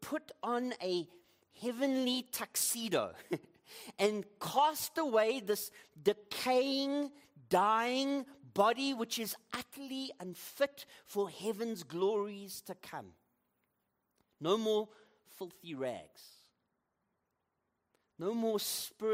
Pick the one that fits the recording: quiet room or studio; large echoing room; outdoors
large echoing room